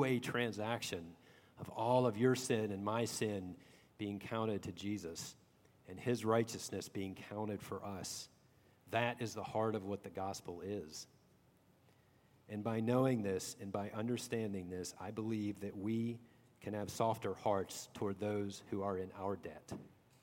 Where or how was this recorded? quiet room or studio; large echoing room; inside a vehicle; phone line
large echoing room